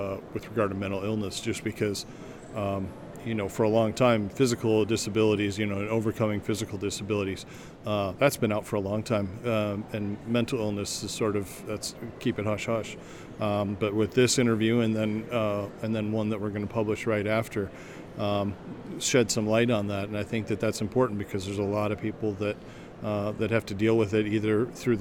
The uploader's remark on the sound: LIVE from CPE 2022!